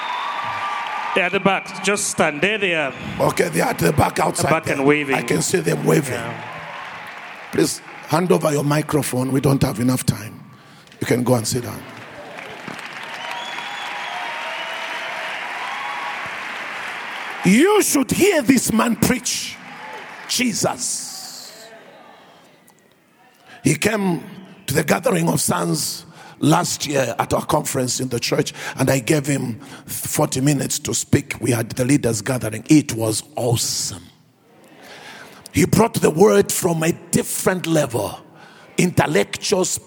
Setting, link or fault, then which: setting, large echoing room